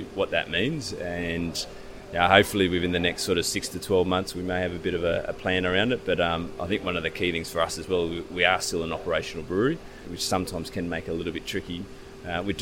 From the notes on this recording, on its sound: This interview was recording at Sydney's Malt Shovel Brewery. Thank you to the team for hosting us and some of our Sydney listeners.